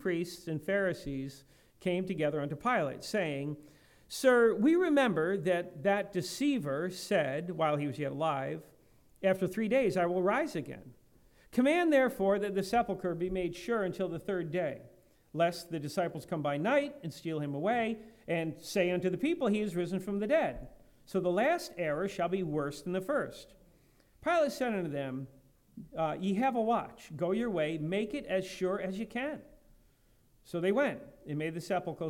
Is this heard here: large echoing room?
yes